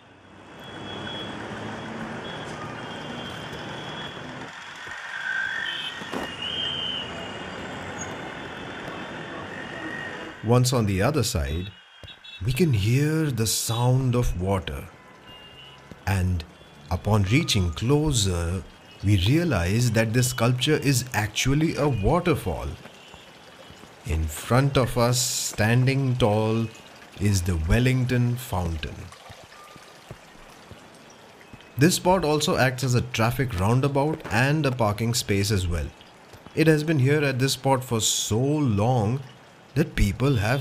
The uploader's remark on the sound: The view from Wellington Fountain | Regal Cinema | Colaba Causeway | Maharashtra State Police Headquarters. On this sound journey through the roads, streets, bylanes of South Mumbai. You and I will visit some prominent buildings, landmarks and food joints with actual ambient sounds and noises. Watch your step as we cross streets and avoid traffic as we go about on this storytelling tour around the Flora fountain & Hutatma Chowk in the Fort area of South Mumbai.